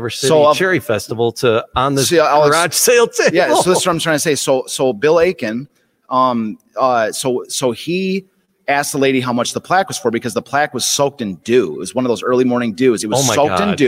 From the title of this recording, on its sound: Live from Detroit Historical Museum